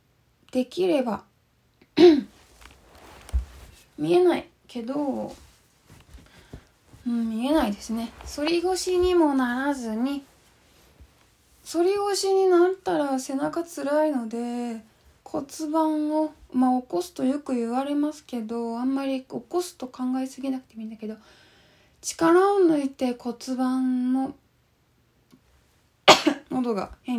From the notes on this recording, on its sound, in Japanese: 4/29〜5/8 の22時におこなったインスタライブの録音です。